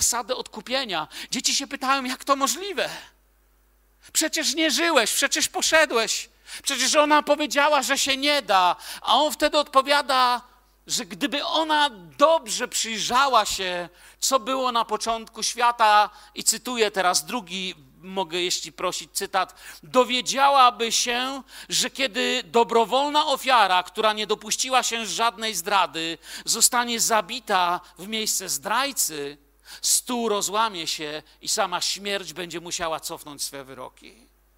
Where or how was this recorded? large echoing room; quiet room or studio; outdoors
large echoing room